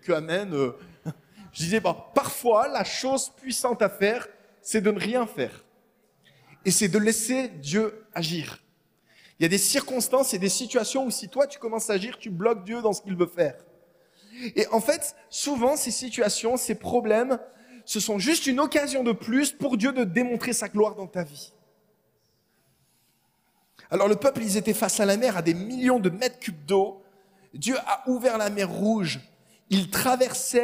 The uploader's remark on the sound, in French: Enregistré à l'église CVV, le 27/11/2022